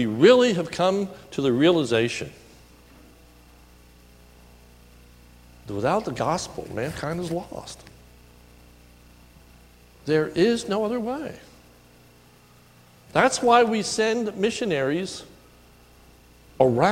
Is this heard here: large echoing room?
yes